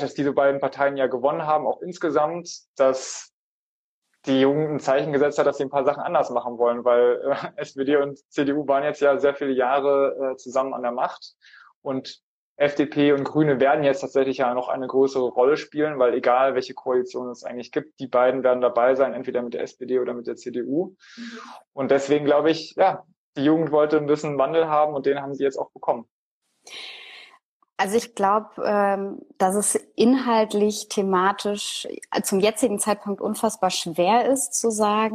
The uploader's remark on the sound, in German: Weil wir ein Insta Live mit dem Kanal ZusammenZukunft aufgenommen haben.